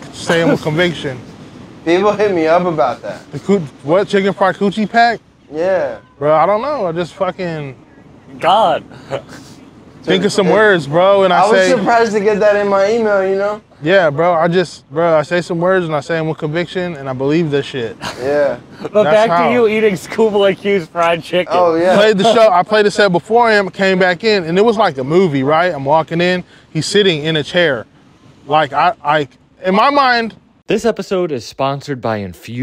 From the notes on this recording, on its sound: Recorded live on Revere Beach